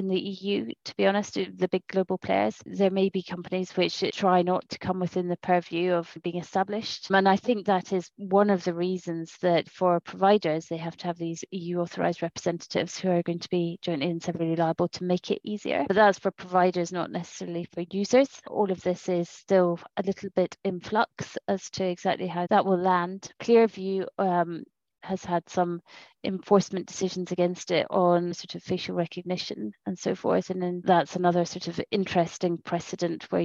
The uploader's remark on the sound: This podcast is a recording of a Babel webinar